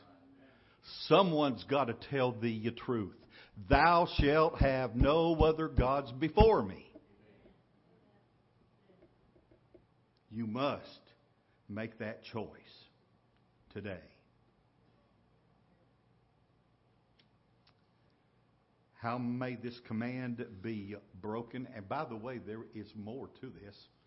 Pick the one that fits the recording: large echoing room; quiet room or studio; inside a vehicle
large echoing room